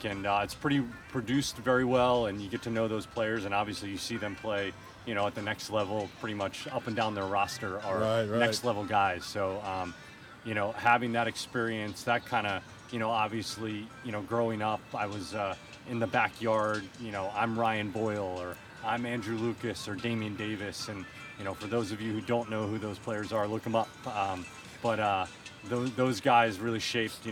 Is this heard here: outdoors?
yes